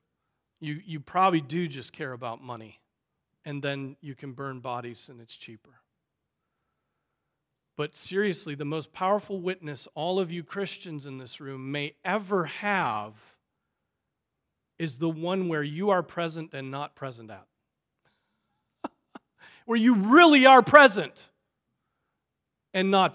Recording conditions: large echoing room